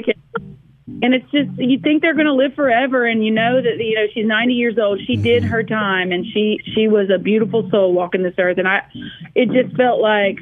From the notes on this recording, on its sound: Join the MY-101.5 morning show by phone.